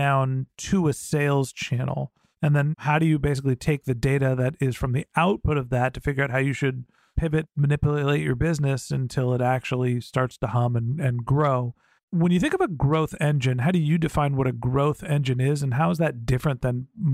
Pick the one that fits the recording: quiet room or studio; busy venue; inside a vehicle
quiet room or studio